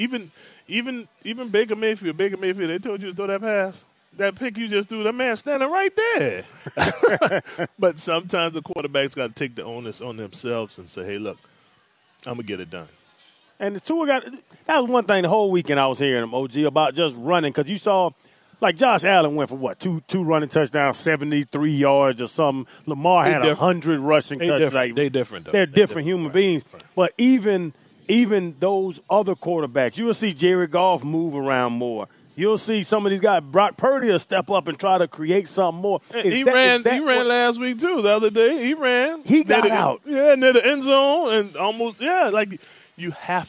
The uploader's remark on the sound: live at Twin Peaks